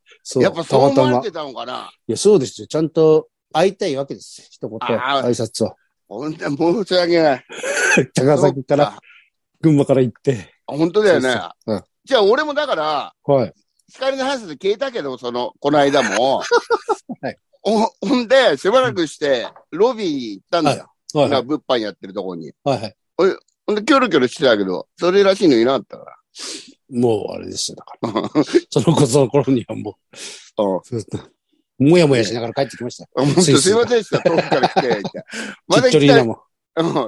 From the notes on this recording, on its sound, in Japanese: ZOOMで収録